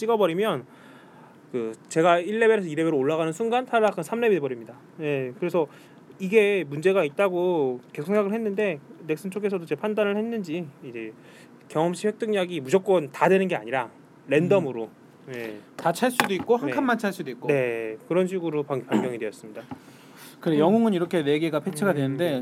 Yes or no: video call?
no